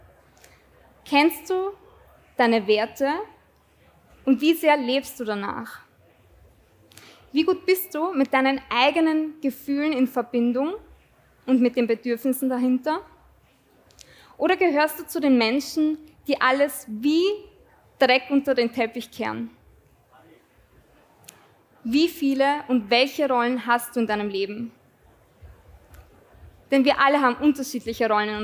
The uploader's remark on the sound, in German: Dieser Ausschnitt wurde live beim Greator Festival aufgezeichnet.